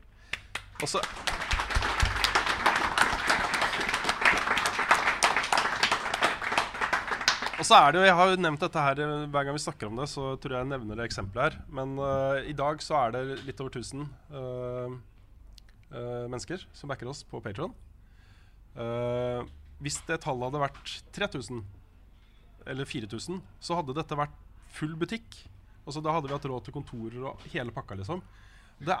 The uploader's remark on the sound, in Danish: LIVE fra Tilt. Begivenheten ble markert med liveshow på Tilt i Oslo.